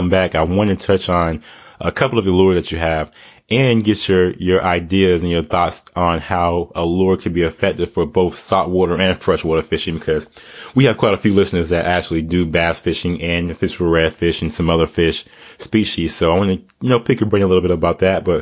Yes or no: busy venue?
no